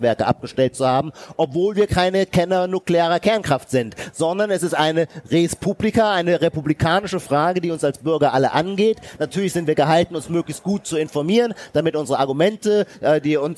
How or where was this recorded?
busy venue